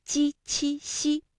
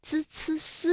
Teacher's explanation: 我们在读鸡栖息的时候呢，感觉到是舌的中间在使劲，也就是我们通常所说的舌面，而滋呲丝呢会感觉到是舌尖在用劲儿